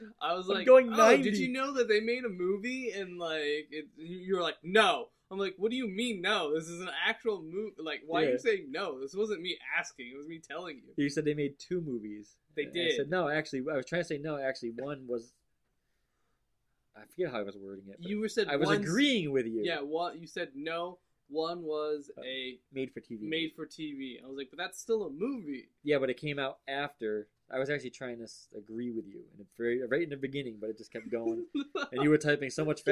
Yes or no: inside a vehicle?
no